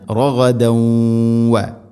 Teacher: റഗദൻ വദ്ഖുലു, തൻവീന് ശേഷം വ വന്നാൽ ഇദ്ഗാം ബിഗുന്ന, റഗദൻ വ മണിച്ചുകൊണ്ട് ഉച്ചരിക്കണം, തൻവീനിനെ വയിലേക്ക് ഇദ്ഗാം ചെയ്യണം